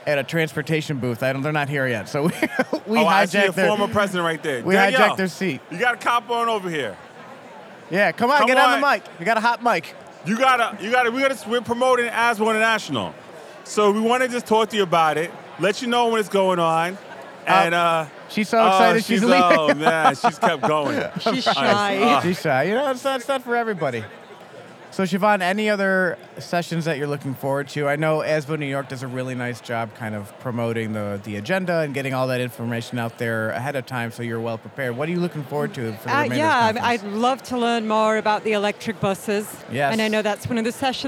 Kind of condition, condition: setting, busy venue